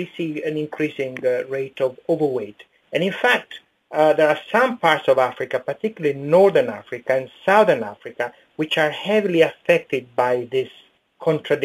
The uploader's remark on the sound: we are joined on the line